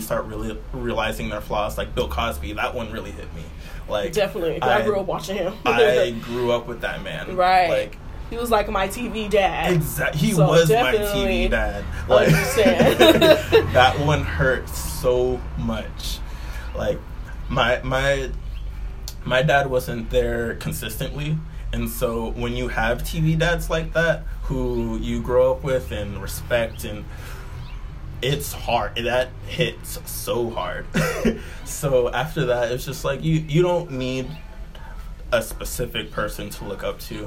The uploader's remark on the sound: Y’all gone hear the true essence of Oakland in the background as this is my first time recording outside.